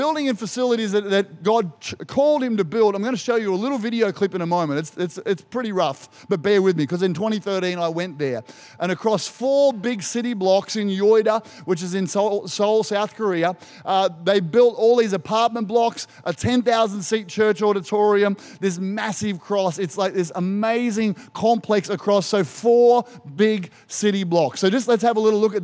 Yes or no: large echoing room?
yes